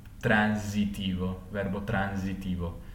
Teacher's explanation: nord si pronuncia come una S, eh, salsa oppure sorso, mentre per quanto riguarda la S dopo la N si pronuncia come una Z, quindi transitivo, verbo transitivo. Interviene per dirvi